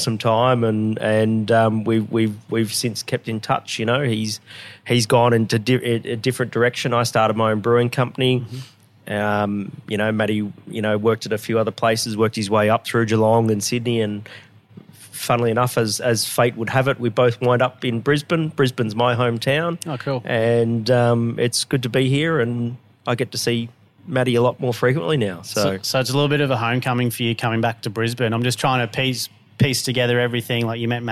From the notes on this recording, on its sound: this podcast is recorded out of Revel Brewing Co in Bulimba